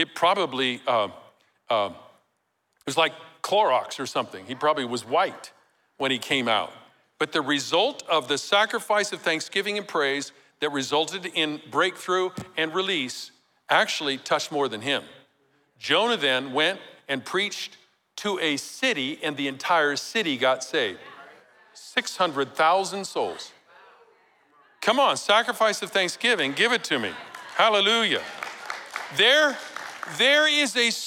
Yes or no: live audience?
yes